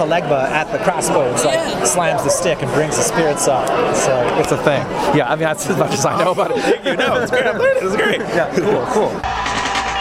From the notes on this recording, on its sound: Reporting live from Emerald City ComiCon 2016